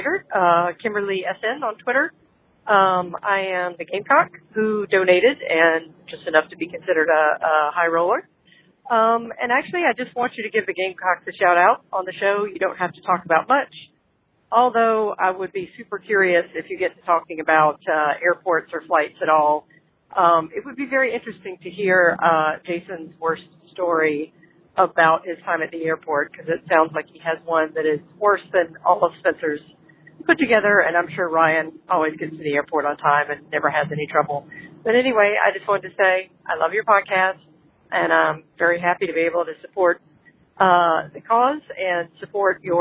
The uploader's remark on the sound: got to call in and serve as the exclusive VIP inquisitors for your usual three hosts AND three unexpected guests